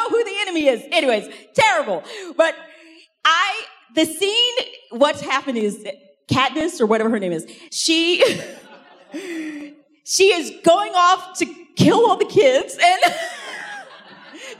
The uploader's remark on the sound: In this second main talk from the Rooted 2023 conference in Franklin, Tennessee.